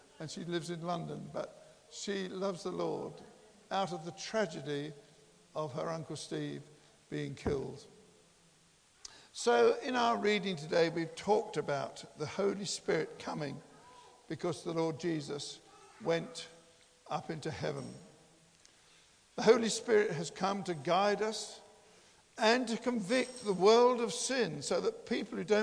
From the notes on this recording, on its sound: Christ Church, Bayston Hill (UK)